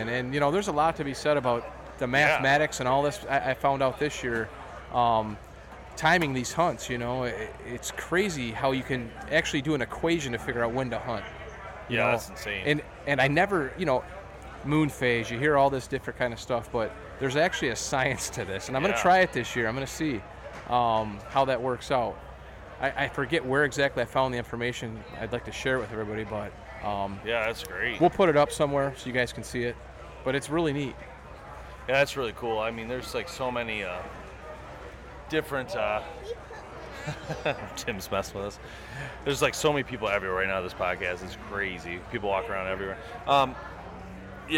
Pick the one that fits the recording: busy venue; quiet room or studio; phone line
busy venue